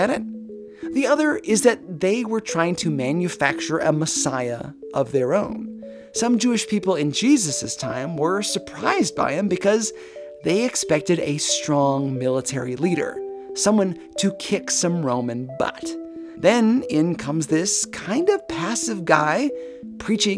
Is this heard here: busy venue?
no